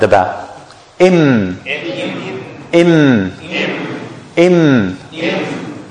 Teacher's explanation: So you see, you can't even pronounce it, because the lips are closed, and the sound will come out from the nose. And if you close the nose, you block the sound, so you can't pronounce it. · Term: meme